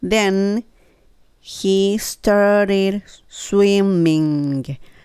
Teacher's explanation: swimming の時も min の時に n になるので歯の裏に当たる。